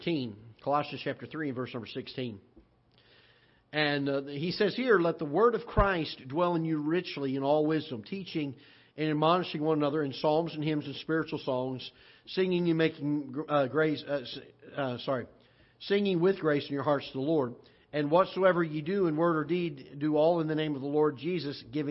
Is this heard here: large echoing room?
yes